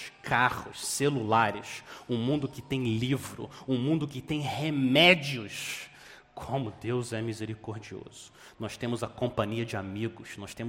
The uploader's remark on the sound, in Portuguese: Mensagem gravada na Igreja Batista Jardim Minesota